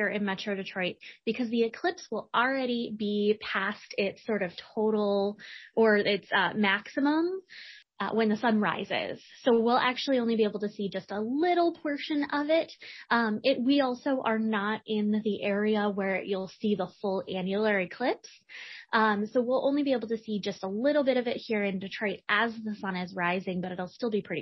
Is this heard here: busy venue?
no